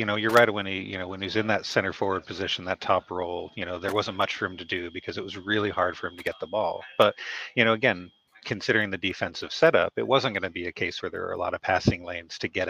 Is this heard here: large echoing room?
no